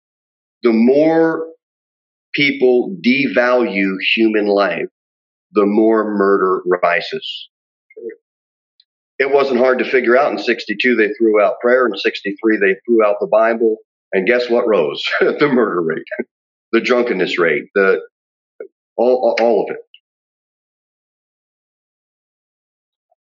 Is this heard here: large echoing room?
yes